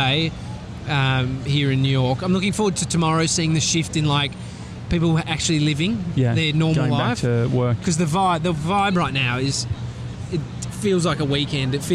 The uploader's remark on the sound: Live from Times Square! We still manage to feed a horse and have a chat with a girl on a bike.